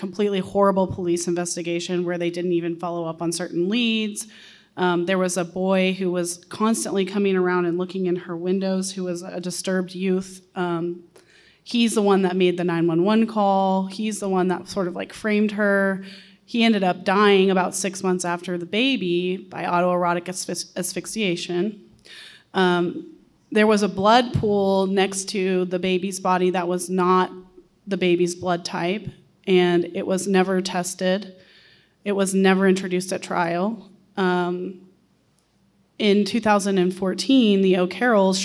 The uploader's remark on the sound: The panel was hosted by the Center for Public Secrets in Tulsa. Listen to the event audio, and hear the audience Q&A.